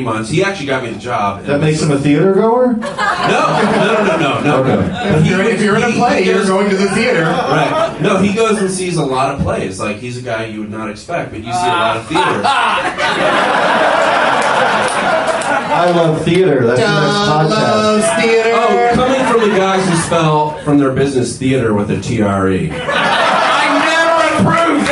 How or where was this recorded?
live audience